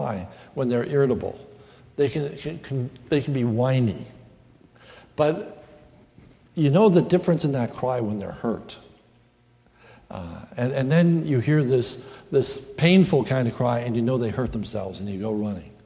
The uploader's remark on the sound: This is a sermon recorded at the Lebanon Bible Fellowship Church in Lebanon, PA on 7/03/2016